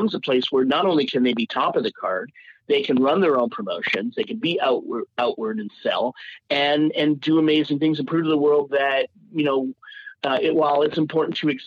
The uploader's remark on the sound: We had the opportunity to hop on the phone